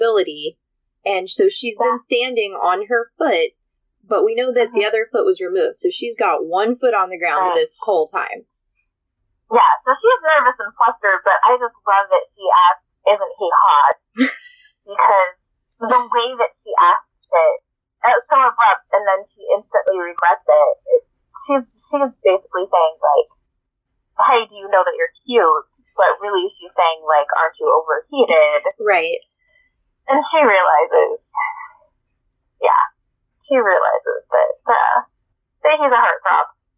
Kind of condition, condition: fault, poor sound quality